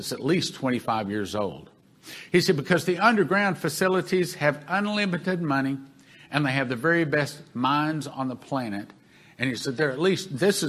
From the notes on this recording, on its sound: This broadcast is the audio from the Sevenfold Miracle Crusade that was held in March 2021.